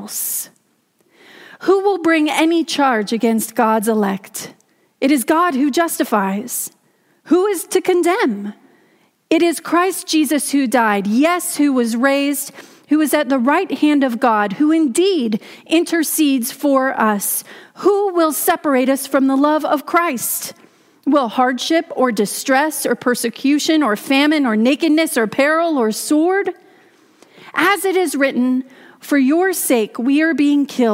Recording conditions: large echoing room